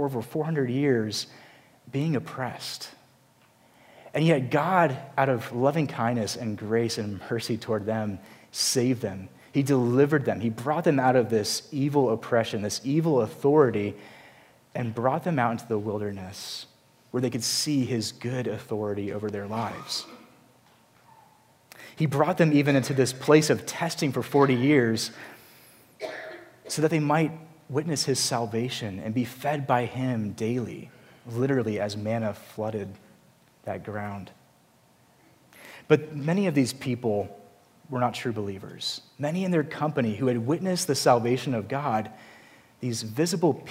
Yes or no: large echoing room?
yes